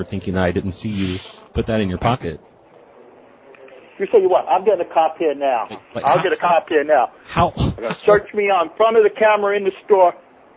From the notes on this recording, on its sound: …'s Personal Prank Phone Calls Collection.